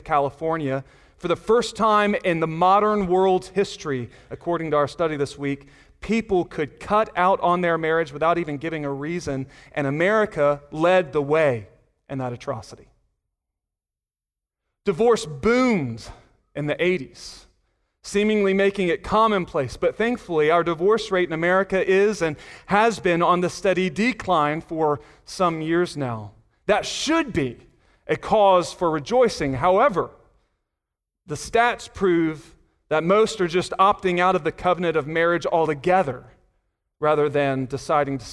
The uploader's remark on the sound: Sunday Morning Sermon Audio